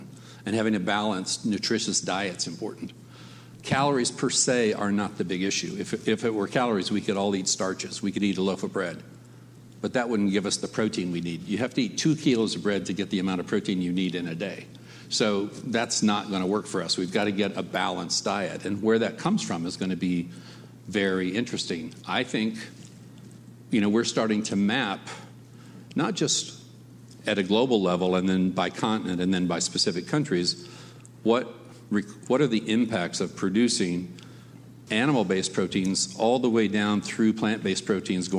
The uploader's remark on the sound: Climate One at Duke University. Portions of this program were recorded live at Duke University in Durham, NC. At the Commonwealth Club of California in San Francisco.